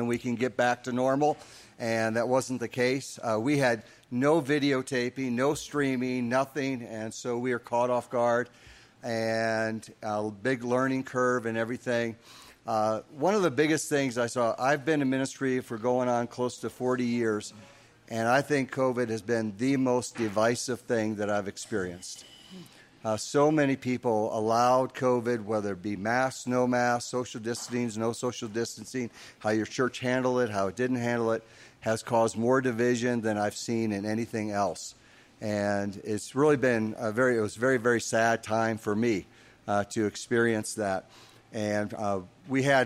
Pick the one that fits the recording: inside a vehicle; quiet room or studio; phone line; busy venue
busy venue